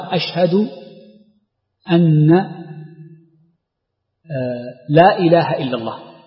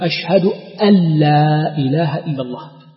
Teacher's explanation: والصواب الإدغام بأن يقول المؤذن أشهد أن لا إله إلا الله · Shown in: second take